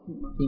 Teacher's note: انتبه، هذا صوت، هذا مخرج، ليس حاء. في معهد بالهاء.